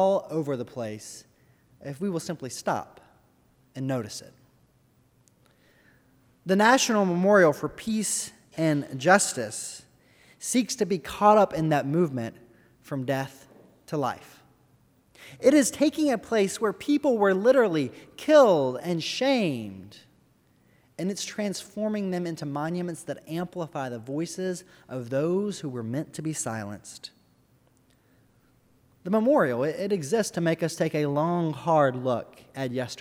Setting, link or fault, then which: setting, large echoing room